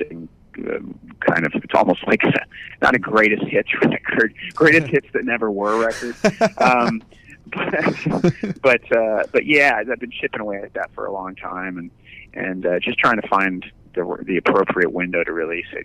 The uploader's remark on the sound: called into On Air